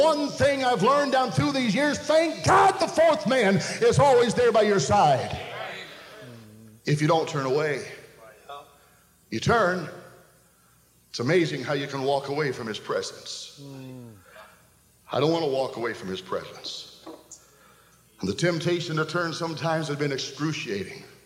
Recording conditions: large echoing room